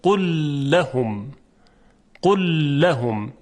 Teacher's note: یعنی یک لام مشدد ما میشنویم